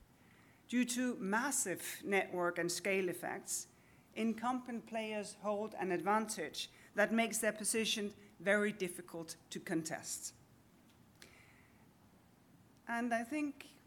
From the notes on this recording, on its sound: At the Tech Antitrust conference held in Palo Alto on January 11, 2024. By Concurrences in partnership with Clifford Chance and Compass Lexecon.